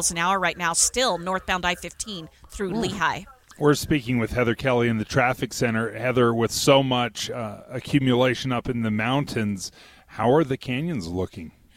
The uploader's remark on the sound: Broadcast live from the Utah State Fairpark where the Power District will live and could house a billion dollar MLB stadium.